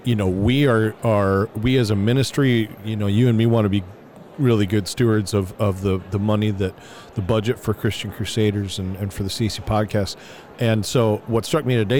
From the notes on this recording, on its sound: LIVE From NRB.